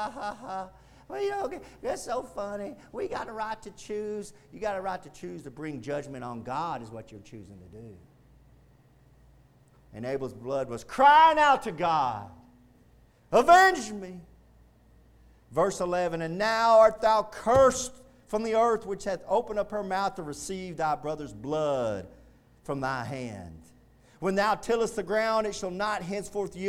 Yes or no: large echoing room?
yes